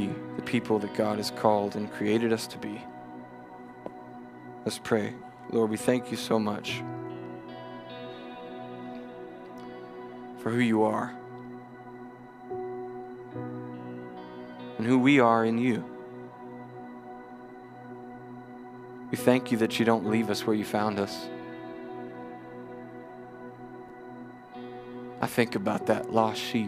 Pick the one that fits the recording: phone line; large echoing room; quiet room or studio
large echoing room